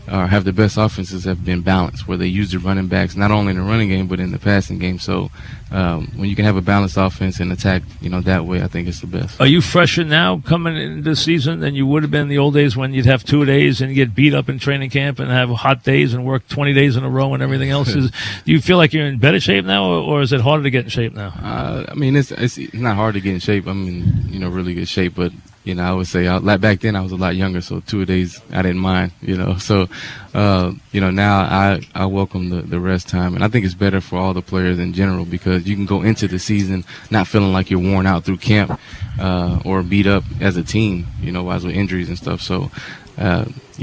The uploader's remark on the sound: live at Jet camp